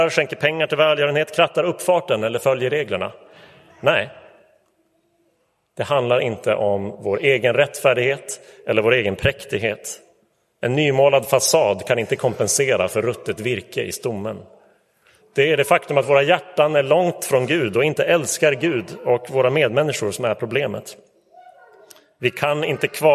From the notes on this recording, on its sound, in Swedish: Inspelad i Roseniuskyrkan den 26 november 2023.